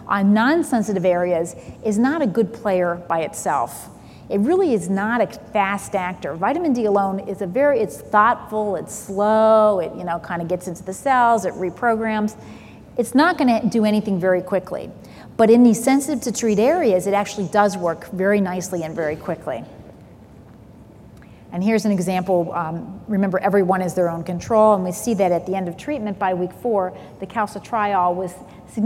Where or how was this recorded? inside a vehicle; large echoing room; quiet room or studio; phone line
large echoing room